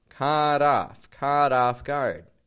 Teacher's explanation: there's a flap T in the middle